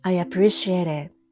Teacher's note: appreciate の t も it の t もやっぱりですね。音がありません。